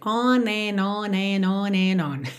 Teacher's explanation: É bem comum que a gente ligue tudo nos N's aqui.